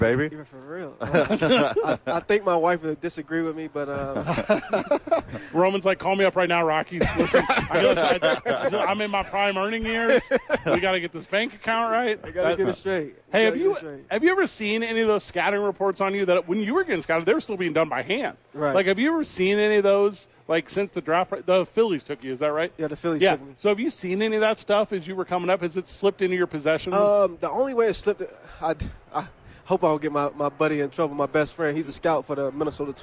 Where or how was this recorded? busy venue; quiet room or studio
busy venue